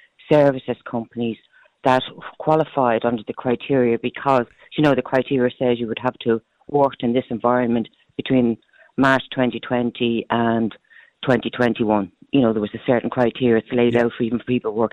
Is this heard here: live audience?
no